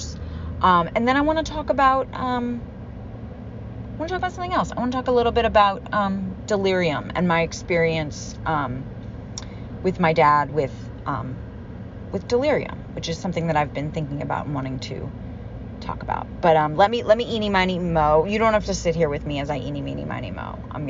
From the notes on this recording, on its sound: Grieving alone in my car.